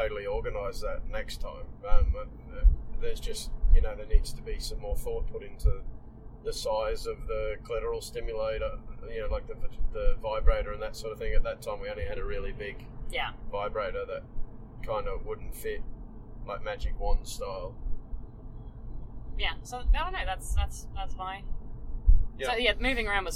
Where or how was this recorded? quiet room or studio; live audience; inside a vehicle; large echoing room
inside a vehicle